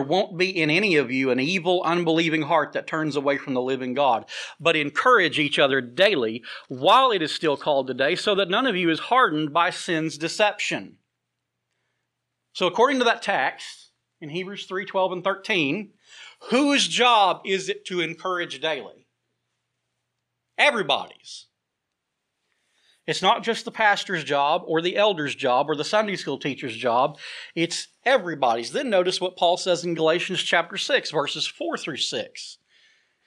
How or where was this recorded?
large echoing room